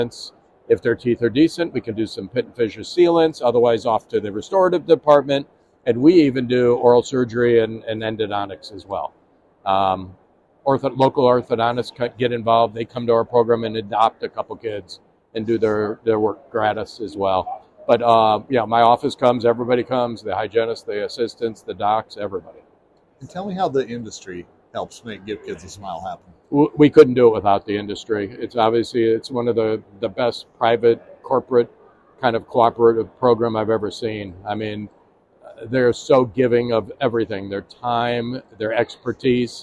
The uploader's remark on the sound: In this episode recorded during the Chicago Midwinter Meeting.